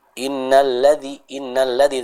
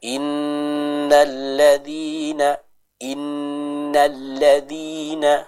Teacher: Yang pertama, yang harus kita perhatikan pula, seperti biasa di awal kita bertemu dengan nun yang bertasydid, ya. Yaitu apa? Adanya gunnah. · Shown in: second take